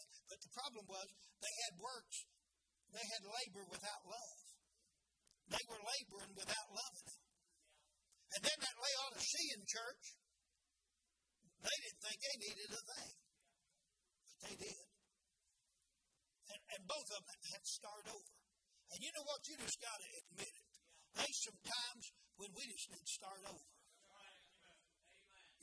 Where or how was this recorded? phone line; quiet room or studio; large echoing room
large echoing room